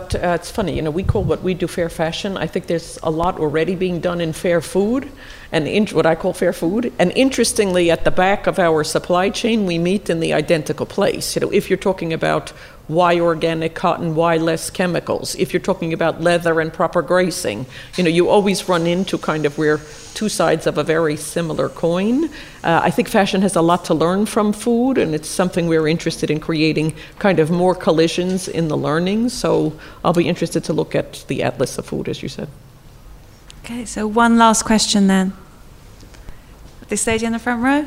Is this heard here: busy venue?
yes